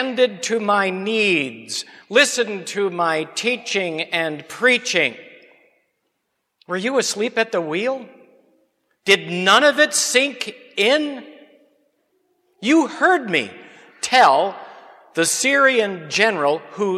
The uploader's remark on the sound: Sermon on Hebrews 4 preached at Grace Lutheran Church.